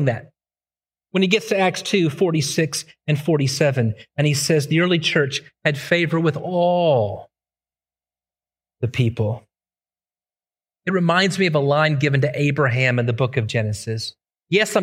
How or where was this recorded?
large echoing room